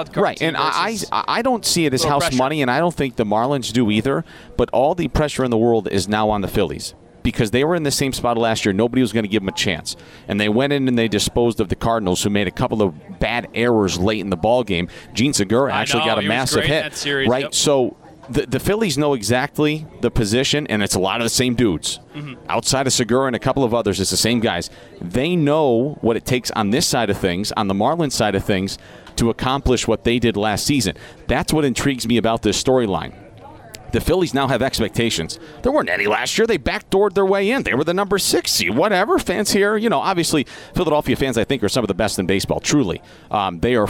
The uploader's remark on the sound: live from Citizens Bank Park